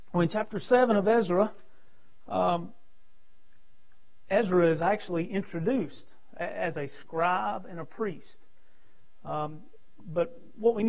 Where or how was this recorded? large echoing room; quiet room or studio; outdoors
large echoing room